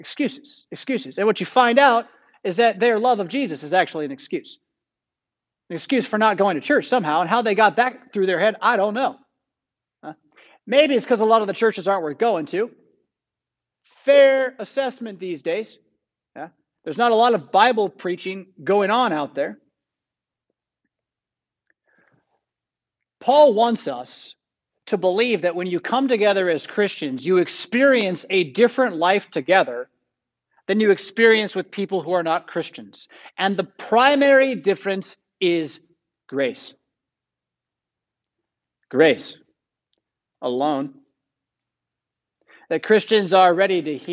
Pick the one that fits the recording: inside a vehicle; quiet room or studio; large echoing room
large echoing room